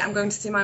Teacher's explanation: we're putting the stress on Sunday · Term: nuclear stress